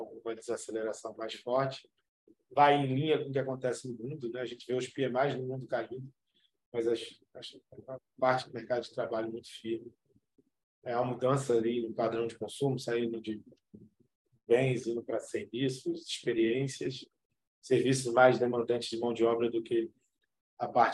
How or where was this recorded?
video call